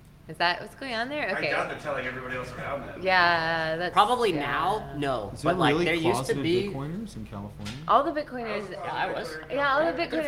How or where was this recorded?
live audience